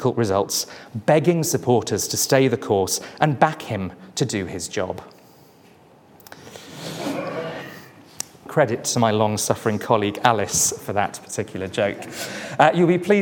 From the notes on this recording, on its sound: This event was the 46th in our series, where the speakers presented their work in an exciting, quickfire format. Each speaker had eight minutes, followed by eight minutes of questions from the audience.